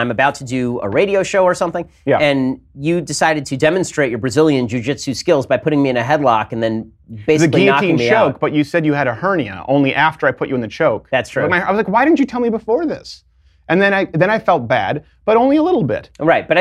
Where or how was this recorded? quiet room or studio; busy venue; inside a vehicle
quiet room or studio